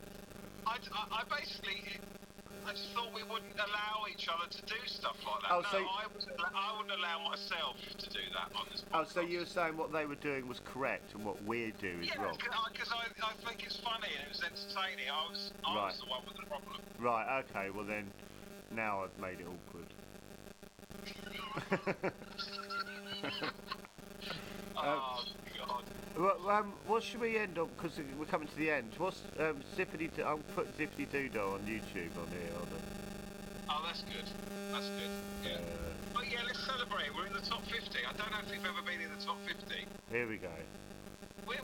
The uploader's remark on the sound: we're really sorry about the audio